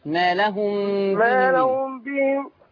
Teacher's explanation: خلي بالك من اخفاء الميم عند الباء